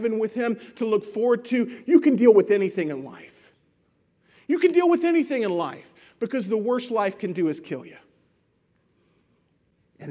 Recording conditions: large echoing room